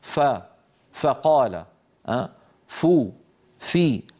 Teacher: فالمتحرك فيه همس، يعني لما نقول ف فقال فو في، كل هذه الفاءات فيها همس